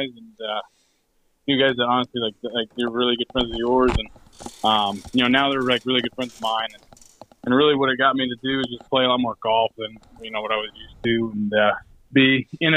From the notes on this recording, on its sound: They give a recap of the 1st Dudes of Hazards Open at Graysburg Hills Golf Course including live interviews recorded on the course.